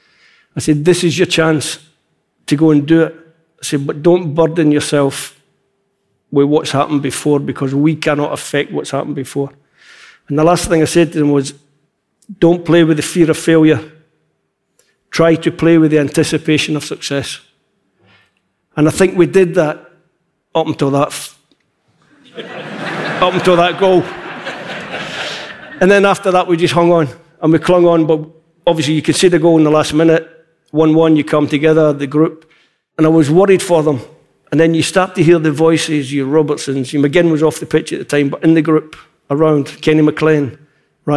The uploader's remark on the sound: This podcast was recorded live at the Queen’s Hall in Edinburgh.